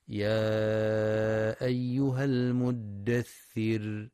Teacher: في بداية سورة المدثر، بسم الله الرحمن الرحيم، يا أيها المدثر، ينتبه القارئ للمد المنفصل في يا أيها، حيث يمد 4 أو 5 حركات في رواية حفص من طريق الشاطبية، وينتبه القارئ لترقيق الراء وقفا في كلمة المدثر